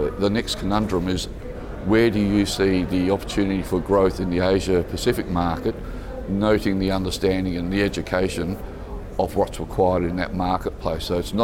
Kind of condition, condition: setting, busy venue